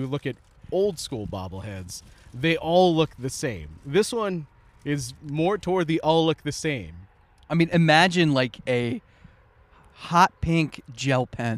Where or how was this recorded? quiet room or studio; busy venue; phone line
busy venue